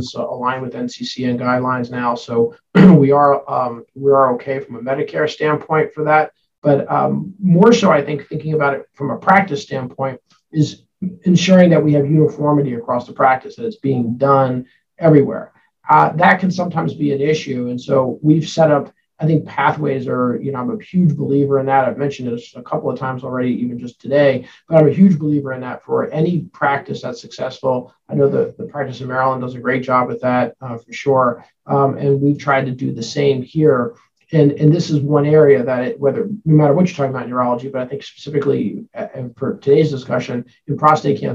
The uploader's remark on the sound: derived from an episode of Myriad Live, a recorded open-forum webinar